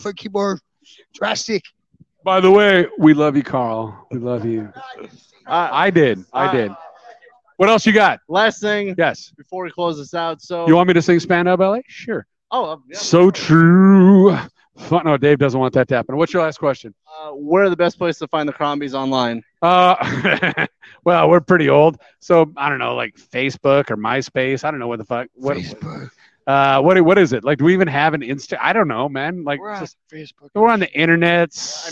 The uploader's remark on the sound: SCR Live From Motoblot.